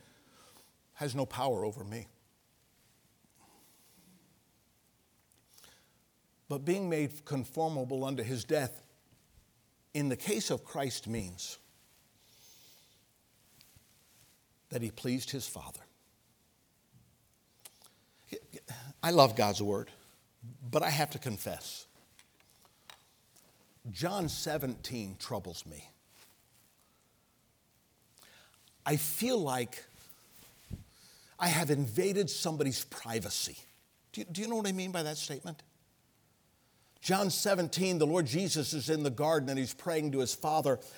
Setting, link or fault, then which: setting, large echoing room